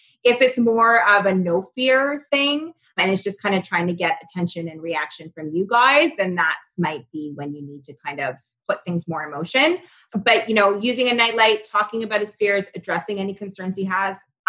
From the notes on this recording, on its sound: had a Zoom call with our sleep expert